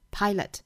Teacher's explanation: 最后的这个元音大家注意不要卷舌成了，应该是舌头平整的